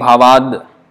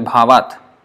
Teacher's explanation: So when the next word is starting with a vowel, then the unvoiced becomes voiced. · Shown in: first take · The ta becomes the.